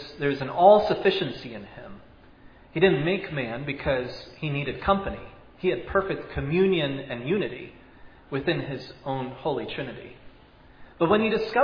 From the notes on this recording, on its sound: Was preached at Providence Church on Sunday, March 13, 2022.